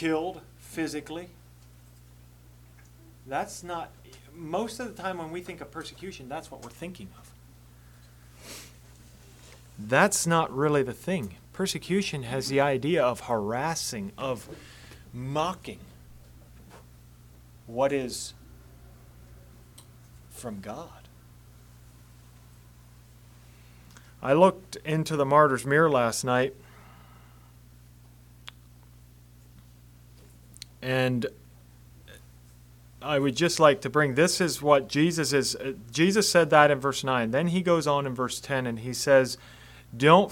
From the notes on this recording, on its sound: Message preached at Word of Hope on December 17, 2023